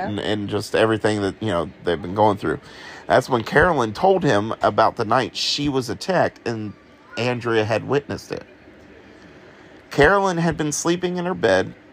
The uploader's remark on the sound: Today on our way to a farmers market for some fun we recorded two stories.